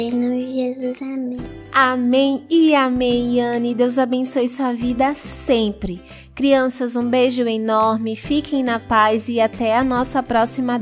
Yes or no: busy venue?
no